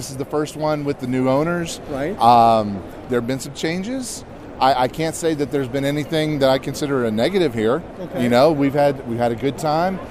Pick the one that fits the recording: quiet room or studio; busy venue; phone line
busy venue